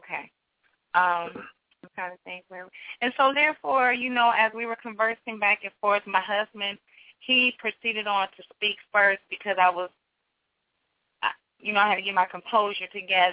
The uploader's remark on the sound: The hosts opens up the phone lines.